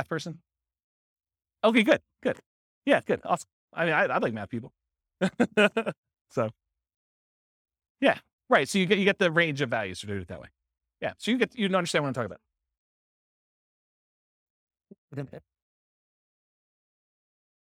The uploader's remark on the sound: This was a live class recorded